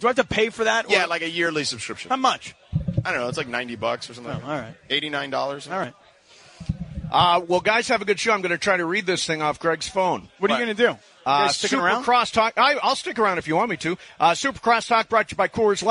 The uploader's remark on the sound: live from Black Gold Golf Course in Yorba Lina